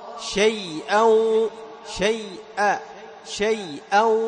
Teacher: تحافظ على ليونة الياء والواو، وتحافظ على شدة ونبر الهمزة · Term: اللين المهموز